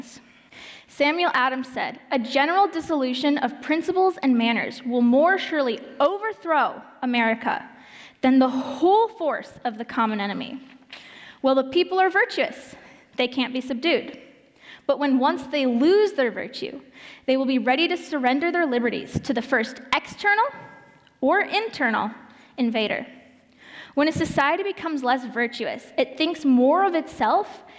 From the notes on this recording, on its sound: presented at the Illinois Family Institute’s 2022 Worldview Conference